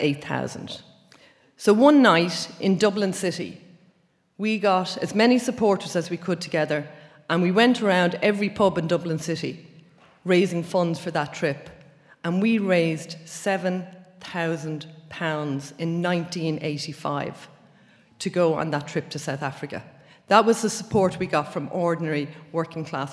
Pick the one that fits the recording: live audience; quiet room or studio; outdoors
live audience